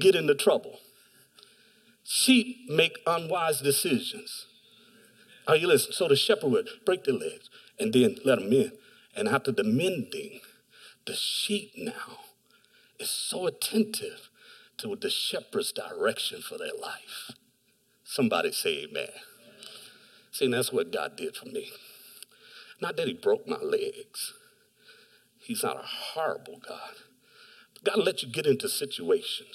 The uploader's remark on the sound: Delivered on 18 July 2021 at Grace Church of La Verne. Delivered on 18 July 2021 at Grace Church of La Verne .